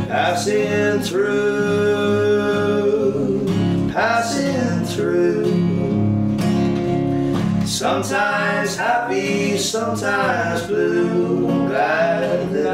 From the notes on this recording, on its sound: Today’s episode is a live podcast from the Black Sheep pub in Dublin.